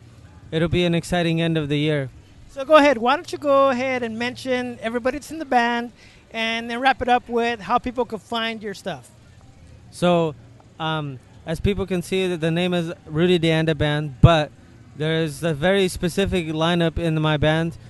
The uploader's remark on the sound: At the Long Beach Music Tastes Good Festival. Took some time before he was scheduled to perform at the Music Tastes Good Festival.